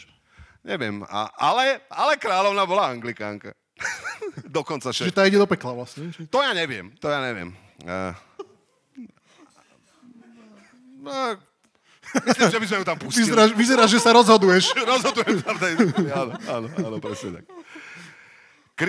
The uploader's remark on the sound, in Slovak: Naživo zo Žiliny. Dnes nahrávané prvýkrát a možno aj naposledy naživo na Žilinskom literárnom festivale. Niečo sa nám aj nenahralo, ale niečo sa nahralo.